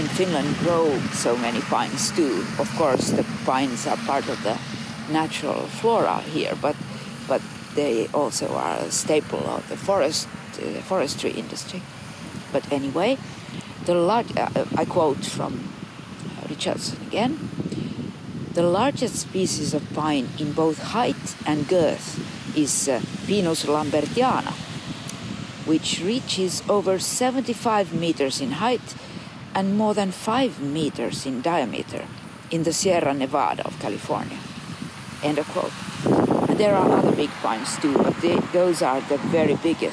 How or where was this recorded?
outdoors